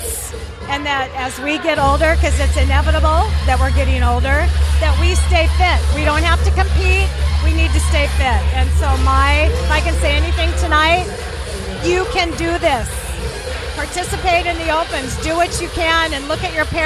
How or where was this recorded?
busy venue